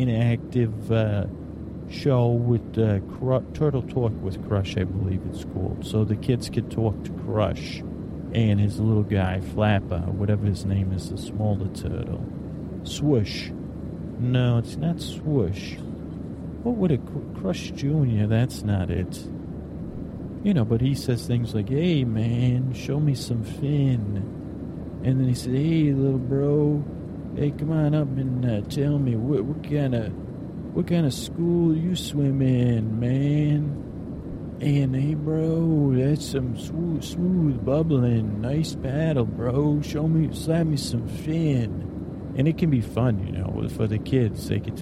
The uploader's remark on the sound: On a Plane | On Location.